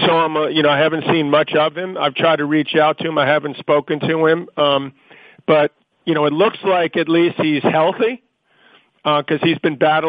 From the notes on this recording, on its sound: Wimbledon Conference Call.